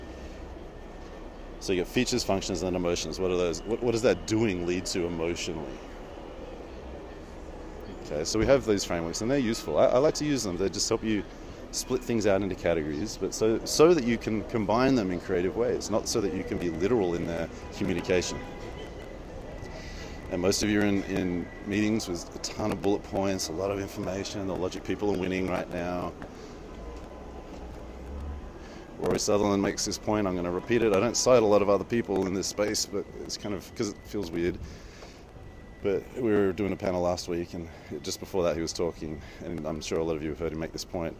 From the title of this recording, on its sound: Istanbul, Walk and Talk